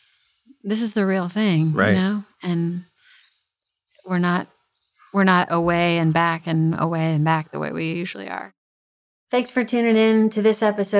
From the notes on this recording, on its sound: met in her backyard to record this episode